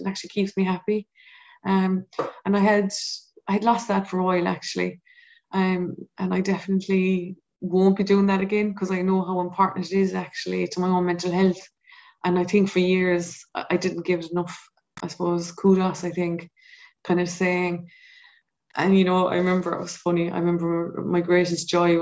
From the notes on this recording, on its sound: Audio recording of our webinar in partnership with Mental Health Ireland.